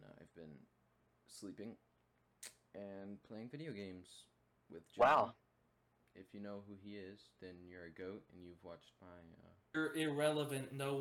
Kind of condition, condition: fault, poor microphone